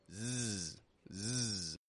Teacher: We're holding our tongue in a position to make a S, but your throat should be vibrating a little, making the voice come out, Z, Z. Kind of like a bumblebee, right? · Term: voiced